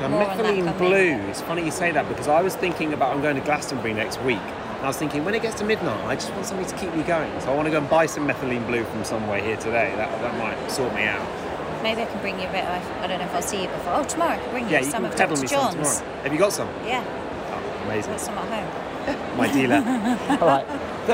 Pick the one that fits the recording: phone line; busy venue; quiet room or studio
busy venue